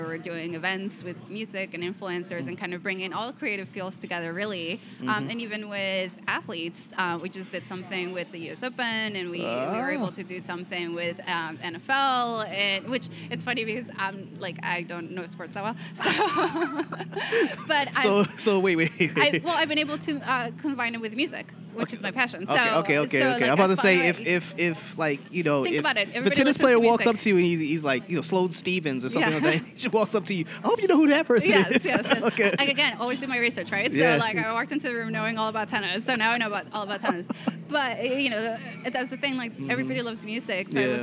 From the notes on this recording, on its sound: I met up with her at a starkbucks in the middle of Manhattan a few weeks back to record this podcast. The orginial place where we were going to record this podcast was closed and we had to think on the fly as to where we could record this episode.